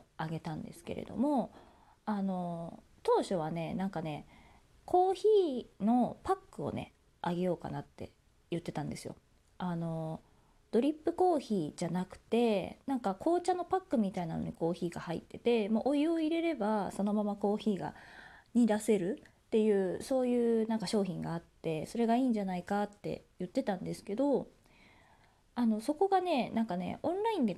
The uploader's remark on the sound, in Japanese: 自宅でスマホによる収録のため様々な騒音が収録されています、ご了承ください